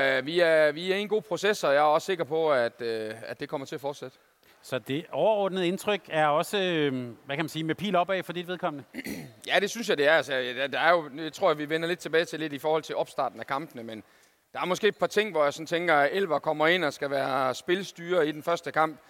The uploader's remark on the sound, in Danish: Live fra Boxen. Torsdag var vi på plads på scenen i Fanzonen i Boxen forud for Danmarks første kamp i mellemrunden mod Japan. Foran et live publikum.